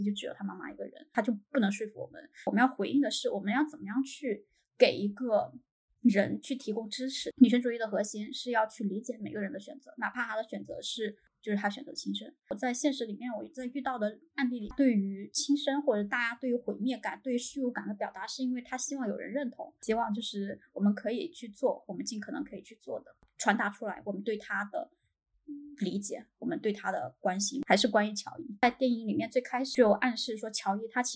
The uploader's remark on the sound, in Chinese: 由于录制原因，此次音频质量不佳，下次会做得更好，请见谅。